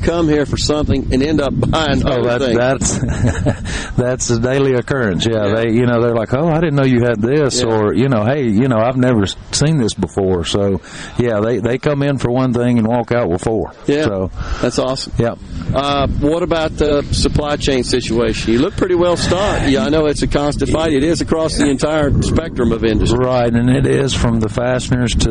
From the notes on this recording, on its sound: MidDays is LIVE from Ace Bolt & Screw in Tupelo.